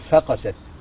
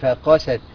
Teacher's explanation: وأيضا فقست قلوبهم، لا نقول فقست، نقول فقست، يعني نتمم الحركات، نتمم الفتحة في الفاء والقاف والسين، يبقى ثلاث فتحات ورا بعض · Shown in: second take